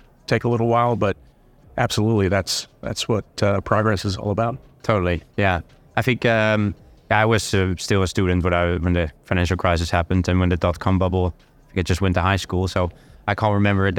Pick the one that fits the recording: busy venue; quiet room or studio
busy venue